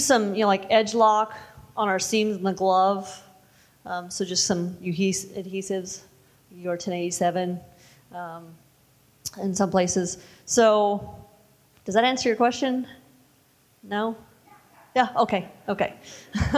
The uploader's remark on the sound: The event was located at the Left Bank Annex in Portland, Oregon. This is the first time the audio-only recordings of the speaker sessions have been released.